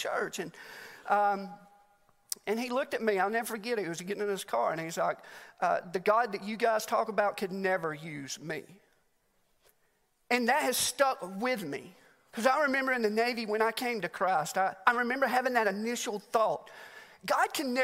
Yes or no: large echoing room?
yes